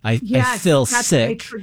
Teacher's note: in Utah we've shortened the vowels, so feel becomes fill.